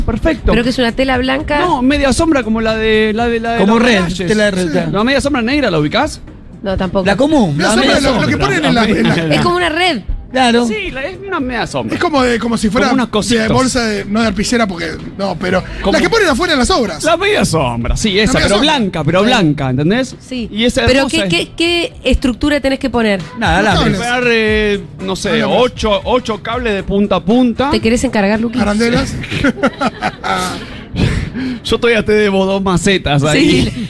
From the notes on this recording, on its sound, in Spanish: en vivo en Yunta Bar